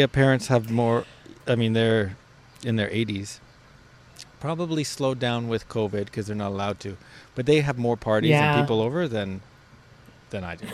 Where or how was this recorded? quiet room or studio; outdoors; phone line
outdoors